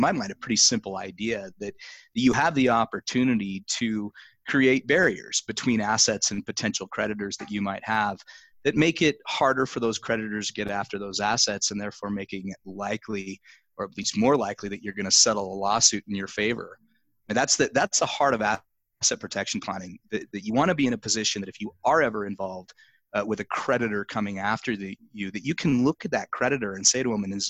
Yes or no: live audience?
no